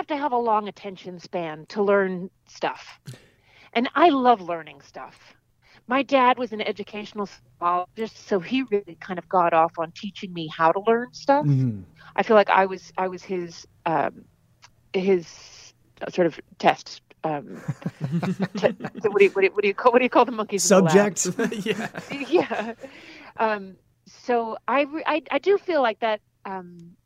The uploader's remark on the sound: The Moisture Festival hits the phone lines.